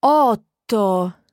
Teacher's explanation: you can actually hear that there's silence between the otto, the first part of the word, and the second part of the word · Term: double consonant sound